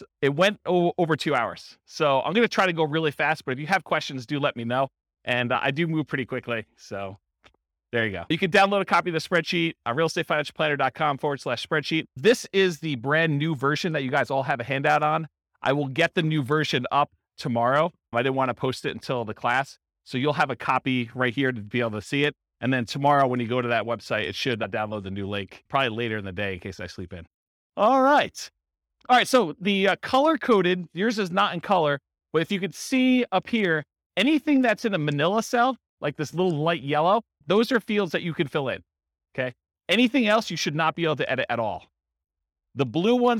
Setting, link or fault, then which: setting, live audience